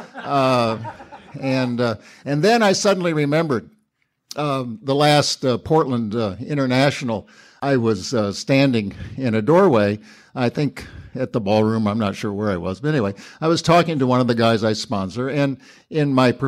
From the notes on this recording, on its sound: Laughing At Recovery - 2017 Newark Conference. This share comes from the 2017 Newark NJ Conference.